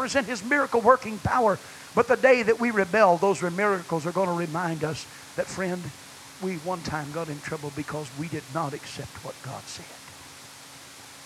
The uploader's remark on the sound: preached at First Apostolic Church in North Vernon, Indiana, February 14, 1993